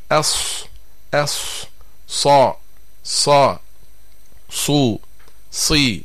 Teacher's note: ففي حرف الصاد ترتفع مؤخرة اللسان ويضيق المخرج، وهذه صفة الاستعلاء والتفخيم